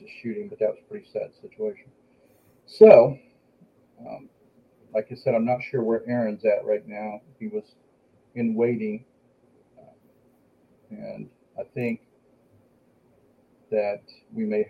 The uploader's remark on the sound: We were plagued with technical difficulties from “Action!” to “Cut!”. Was unable to connect to our studio.